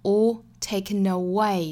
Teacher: 最后的 way 这个音节做降调